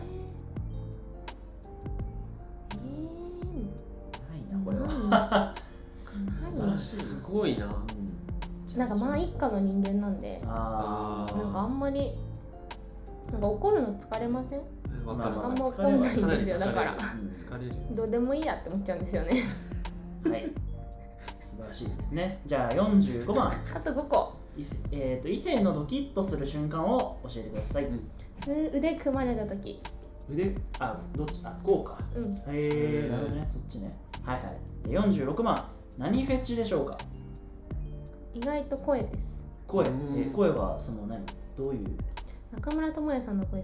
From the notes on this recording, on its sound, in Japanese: 今回カラオケで録音したので歌声が漏れてきた隣の部屋の歌声が聞こえますが、気にしないでくださいね。